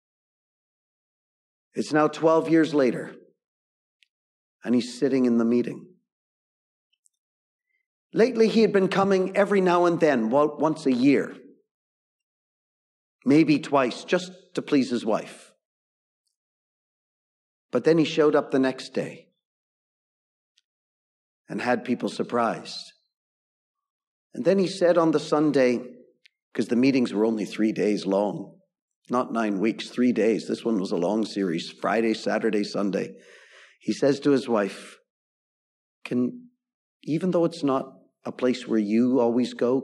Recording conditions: large echoing room